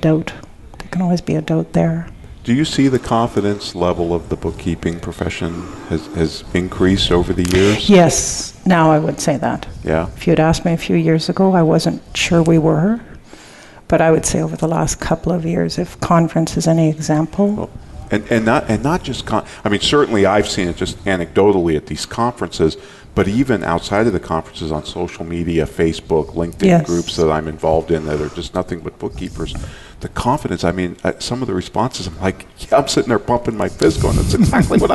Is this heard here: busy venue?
yes